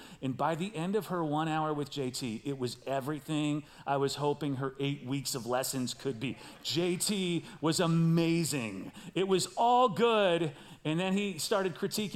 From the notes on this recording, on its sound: Recorded live at CrossWinds Church.